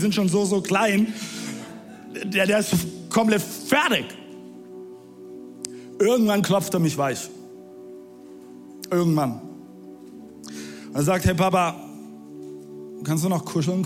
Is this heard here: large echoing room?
yes